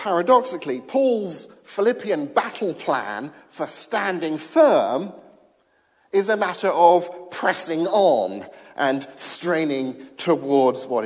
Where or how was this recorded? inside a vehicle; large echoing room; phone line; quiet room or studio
large echoing room